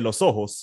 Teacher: el venezolano lo hace mucho que junta las consonantes, las, las S.